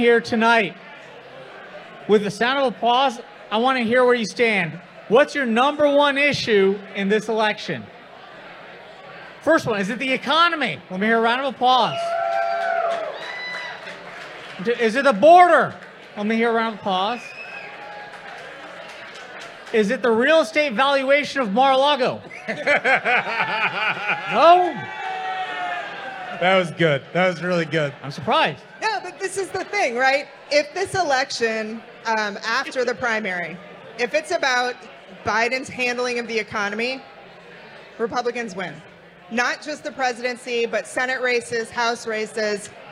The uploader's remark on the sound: LIVE! From Washington, DC